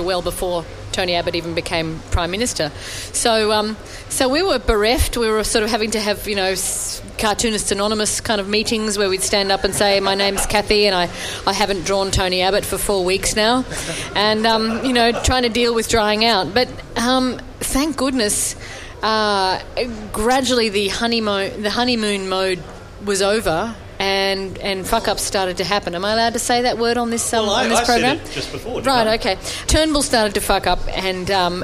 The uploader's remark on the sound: This episode was recorded in front of a live audience at the Hurstville Ritz Hotel.